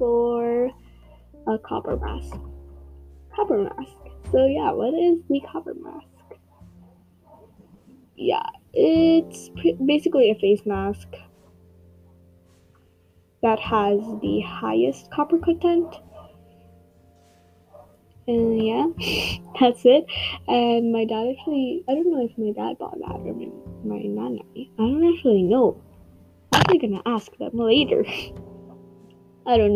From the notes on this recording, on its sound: Sorry for the low audio quality and background noises!